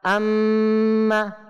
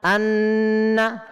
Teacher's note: গুণনার পরিমাণ হচ্ছে এক আলিফের সম পরিমাণ, দুই হরকত পড়ার সম পরিমাণ